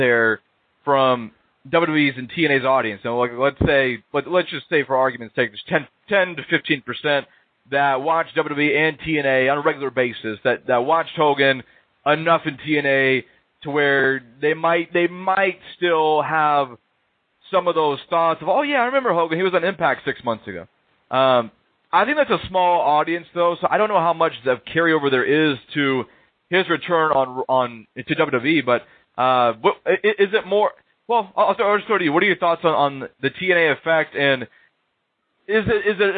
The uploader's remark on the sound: They discuss with live callers yesterday’s WWE Network launch.